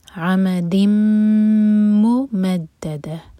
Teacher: تو یہ ادغام غنہ کے ساتھ، میم کو ہولڈ کریں گے 2 سیکنڈز